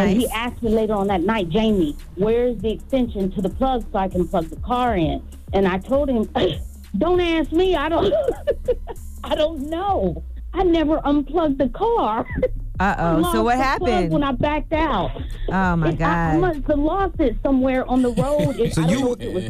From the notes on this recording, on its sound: Today on the show we opened up the phone lines